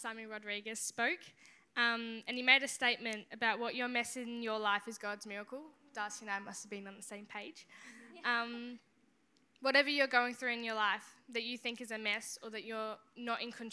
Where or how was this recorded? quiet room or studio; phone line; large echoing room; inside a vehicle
large echoing room